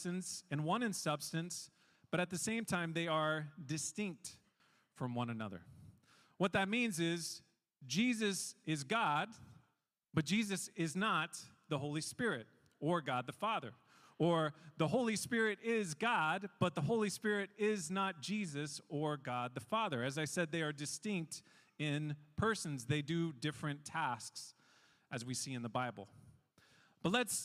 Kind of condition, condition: setting, large echoing room